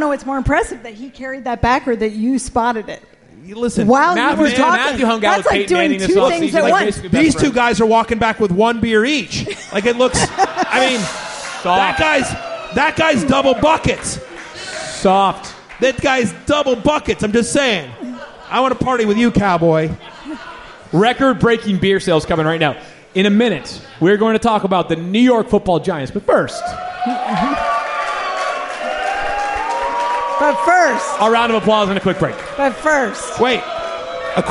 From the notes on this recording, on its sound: The crew comes to you live from The Hard Rock Cafe in Times Square. Audience Q&A.